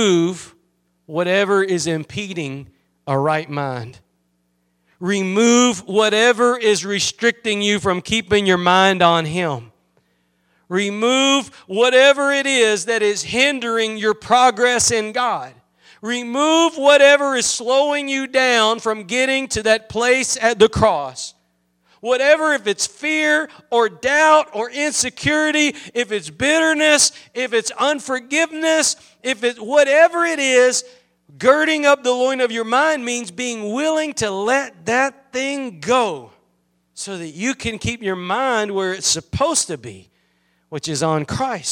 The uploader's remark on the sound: Preached at Gospel Lighthouse in Bossier City, La.